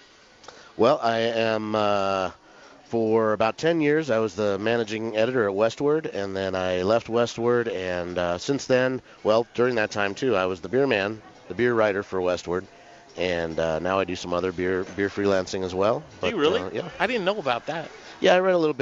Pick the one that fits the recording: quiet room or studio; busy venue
busy venue